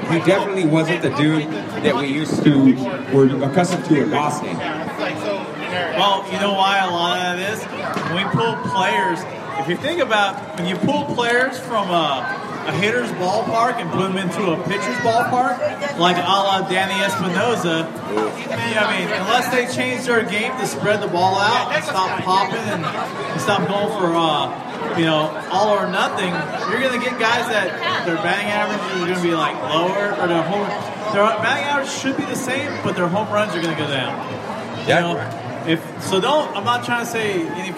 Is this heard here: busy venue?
yes